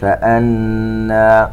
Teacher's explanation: نون مشددة تغن بمقدار حركتين